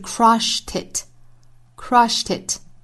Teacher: ed 读成轻辅音的 t，再跟后面的 it 连读就是 crushed it, crushed it.我们读得快一点就是 crushed it, crushed it.那当然我们说到单词尾部加的